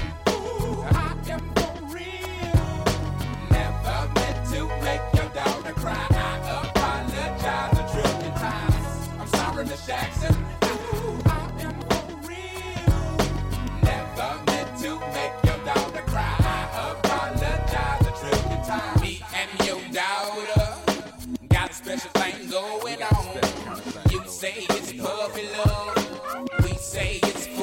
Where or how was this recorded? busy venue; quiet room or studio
busy venue